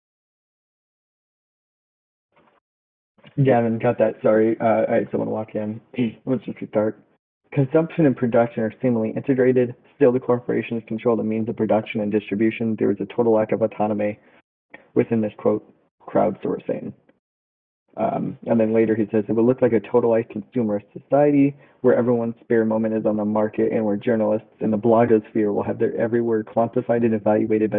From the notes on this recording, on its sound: Apologies for the low quality audio!